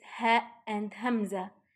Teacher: The throat is divided into the three parts. The lowest part of the throat, the letters is ha and hamza. The sound is deep and feels like it's coming from the chest area.